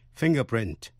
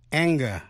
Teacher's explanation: NG phát âm là g trong finger, ngón tay.